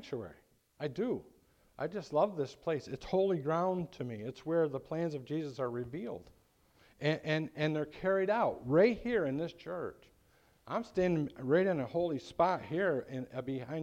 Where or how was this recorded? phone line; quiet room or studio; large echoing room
large echoing room